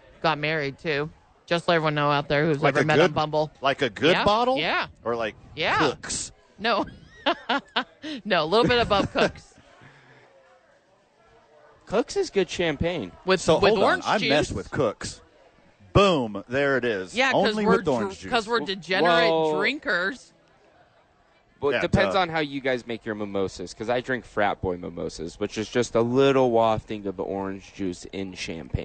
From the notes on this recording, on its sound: Live from Top Golf for the YMCA Charity event.